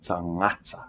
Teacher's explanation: the G in tangata is nasal and rolled together with the N sound, as in nga.